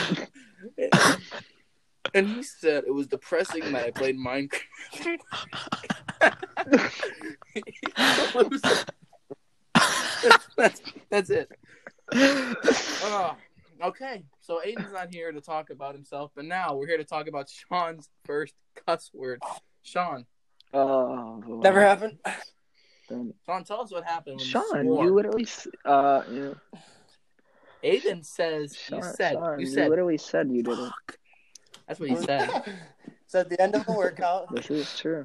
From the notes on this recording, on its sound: Sorry for the rough audio.